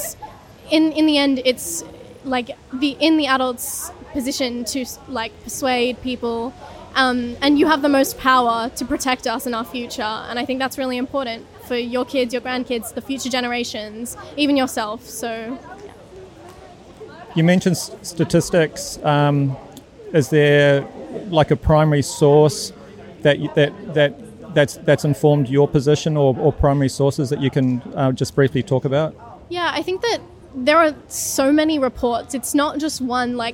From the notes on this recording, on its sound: I interviewed four students from Kirrawee High School, protesting at a School Strike for Climate rally outside Australian Prime Minister Scott Morrison's electorate office in Cronulla, in south east Sydney.